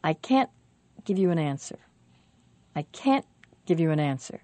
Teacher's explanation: When we say can't in a sentence, we do say the vowel clearly, and we often finish with a glottal stop because the T at the end is a stop.